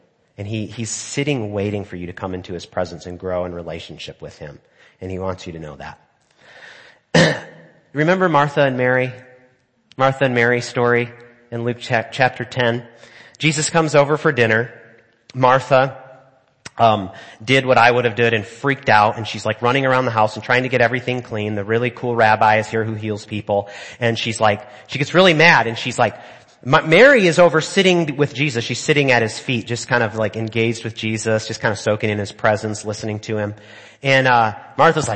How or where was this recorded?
large echoing room